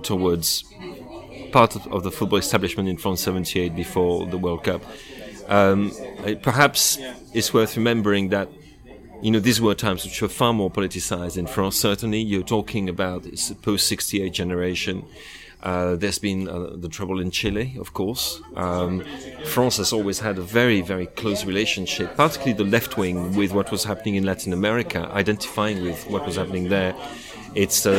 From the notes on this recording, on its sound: apologies for the noisy hotel bar